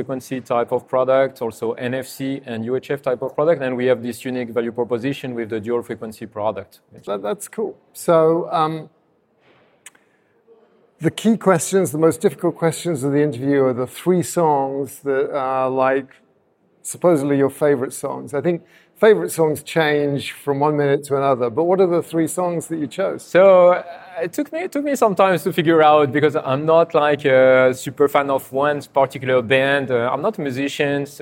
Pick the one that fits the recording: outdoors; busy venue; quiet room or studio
busy venue